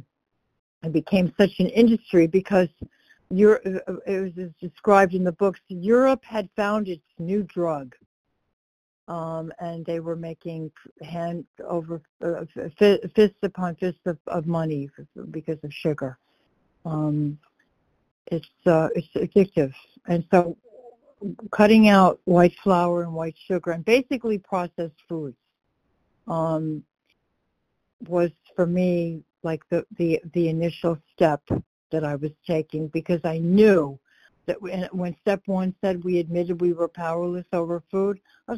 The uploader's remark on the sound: 100 Pounders Phone Meeting